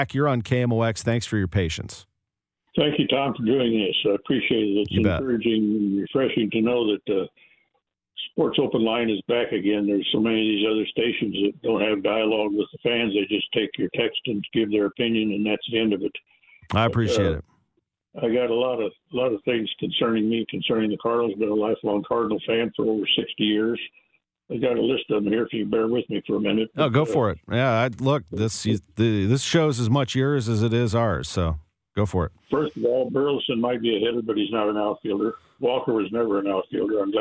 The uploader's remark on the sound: Opens up the phone lines to discuss all things Cardinals, providing fans with a platform to air their grievances.